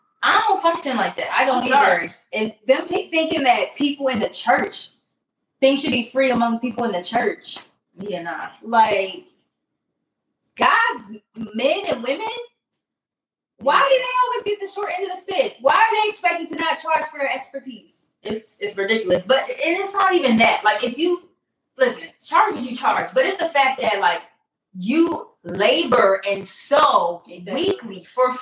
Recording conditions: poor sound quality